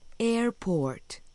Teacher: La O de port se alarga. Recuerde que debe pronunciar la T final.